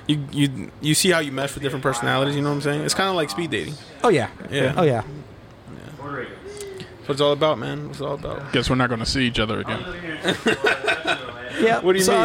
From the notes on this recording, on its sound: Recorded on Thursday March 17th, 2022 at the Fat Fish Blue at Pointe Orlando Open Mic located next to the Orlando Improv.